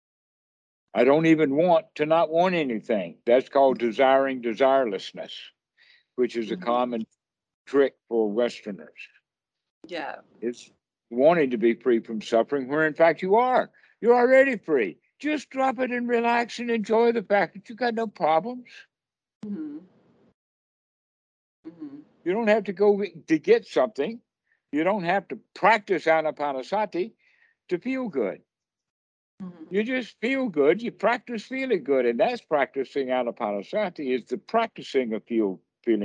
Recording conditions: video call